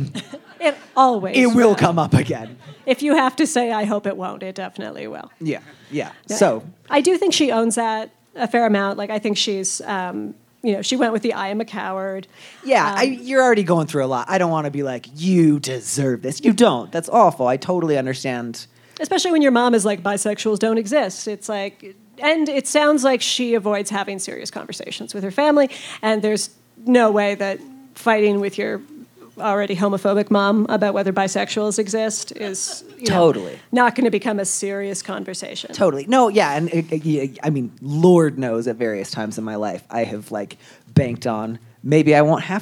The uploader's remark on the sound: This week finds Dear Prudence live on stage at The Soiled Dove Underground in Denver Colorado. Questions from the live audience.